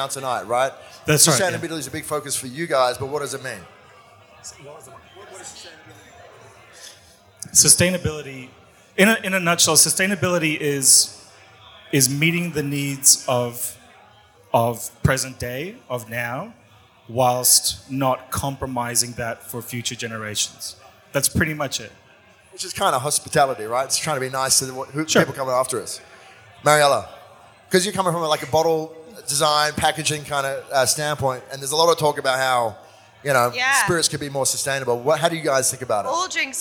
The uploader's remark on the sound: This is a recording of a panel chat that I hosted the other week in Sydney at Paramount Liquor’s Future Proof Forum. It was a great night, a number of different distilleries and brands were on hand offering samples, and we had a great audience to listen to three of the talks on the night.